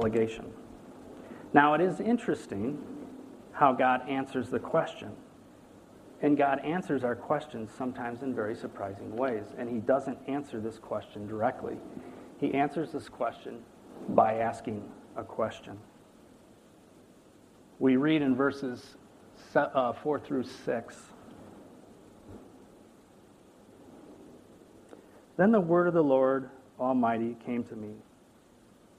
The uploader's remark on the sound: These messages were preached at Valleybrook Community Church meeting at Blackberry Creek Elementary School in Elburn, IL